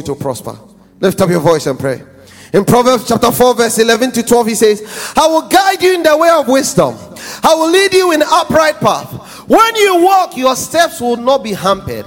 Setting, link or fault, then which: setting, large echoing room